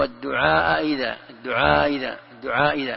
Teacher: حالات، منها التسهيل، التسهيل يقول تسهل الثانية بينه وبين الياء، يعني الثانية لا تنطقها بهمز قوي ولا بياء، تجعل لها حركة بين الهمزة والياء